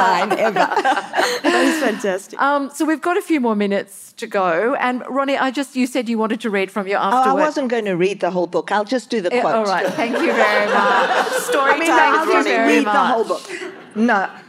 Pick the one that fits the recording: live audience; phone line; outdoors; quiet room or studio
live audience